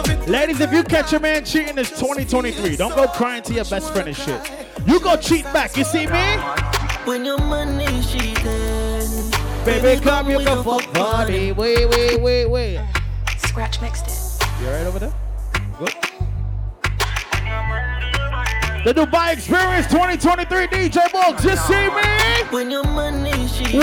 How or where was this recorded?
busy venue